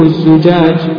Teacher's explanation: هو بضم الزاي وفتحها وكسرها، ثلاث لغات مشهورات